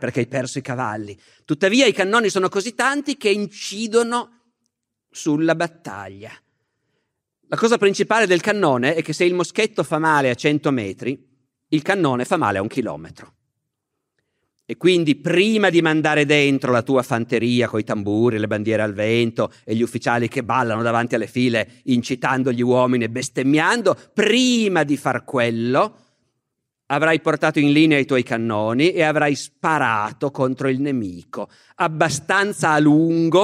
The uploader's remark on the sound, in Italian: Registrato nel 2019 presso il Teatro Nazionale di Genova.